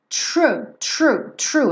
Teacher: A gente tem o R aqui enrolado logo depois do T